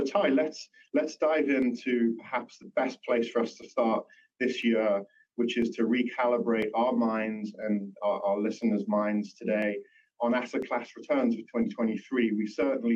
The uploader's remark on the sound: a replay of the 1st Quarter 2024 Guide to the Markets - Asia launch web conference